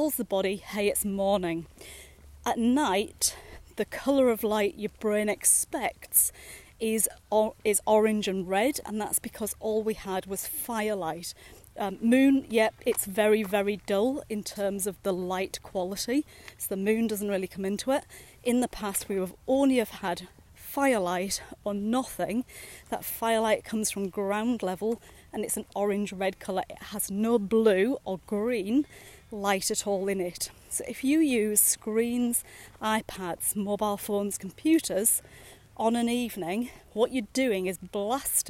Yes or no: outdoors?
yes